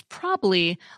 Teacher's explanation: The pronunciation of probably as probably likely arrives from a process called weak syllable elision or deletion. The weak second syllable in probably is often deleted in speech.